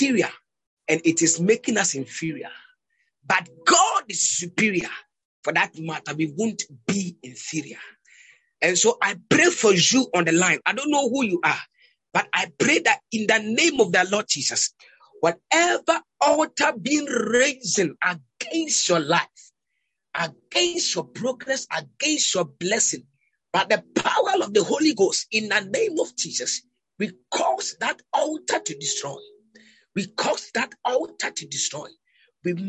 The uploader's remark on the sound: Zoom meeting